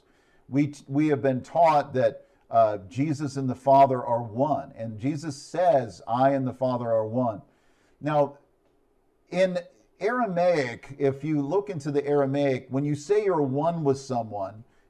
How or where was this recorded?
large echoing room